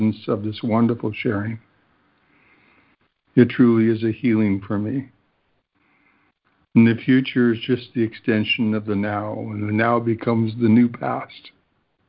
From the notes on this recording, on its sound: ACIM Daily Conference Call.